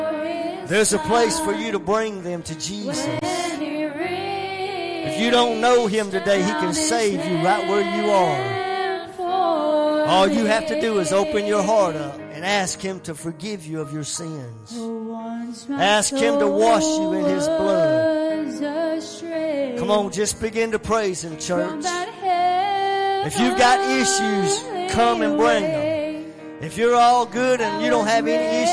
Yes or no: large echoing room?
yes